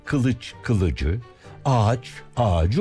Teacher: Ç ile biten kılıç, kılıcı, ağaç, ağacı oldu. Bu defa Ç yumuşadı, C oldu.